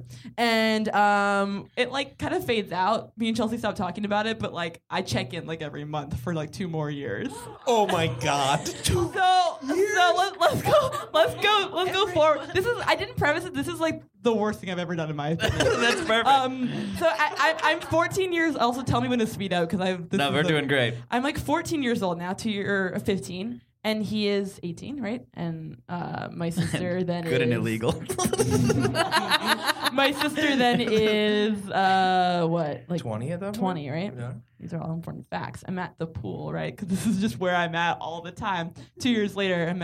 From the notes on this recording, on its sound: Recorded Live at The Good Good Comedy Theatre in Philly. Recorded live at The Good Good Comedy Theatre in Philadelphia, PA.